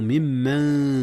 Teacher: ممن أصله من من، أدغم النون في الميم · Term: إدغام متماثلين